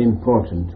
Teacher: This is a phonetic rule, because P is pronounced on the lips, N is pronounced on the teeth, and when you rapidly pronounce in P, the N becomes M, which is pronounced on the lips like the P · Term: The N has become M